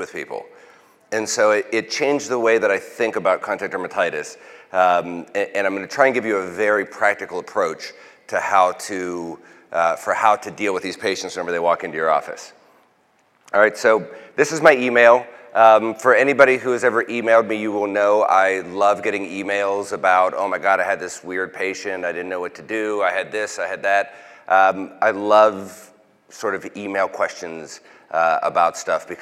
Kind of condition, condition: setting, large echoing room